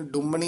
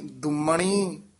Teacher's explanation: ਦੱਦੇ ਨਾਲ ਉਚਾਰਨ ਕਰਨਾ, ਡੱਡੇ ਨਾਲ ਨੀ · Shown in: second take · ਡੁੰਮਣੀ ਨੀ ਕਹਿਣਾ, ਦੁੰਮਣੀ ਤੇ ਟਿੱਪੀ ਵੀ ਲੱਗੀ ਹੋਈ ਹੈ, ਕੱਸ ਕੇ ਉਚਾਰਨ ਕਰਨਾ, ਅਣਾਣਾ ਲਾਉਣਾ ਹੈ।